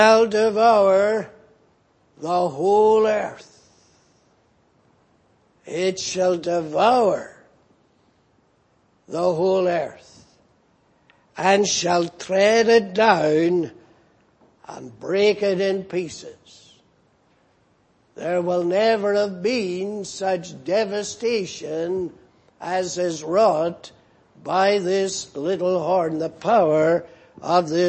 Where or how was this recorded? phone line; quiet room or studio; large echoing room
large echoing room